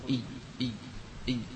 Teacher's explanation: الياء عندما تكون ساكنة ليس لها مخرج معين، حرف جوفي ينتهي للهواء